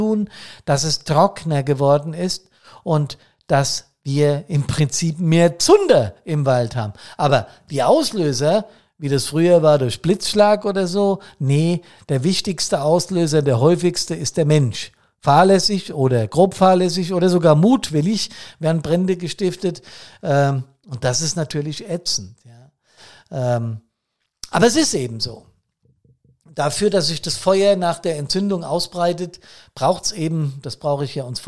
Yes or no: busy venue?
no